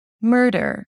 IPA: ˈmɜːɹdəɹ